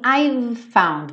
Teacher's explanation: Você vai do V para o F muito ligadinho.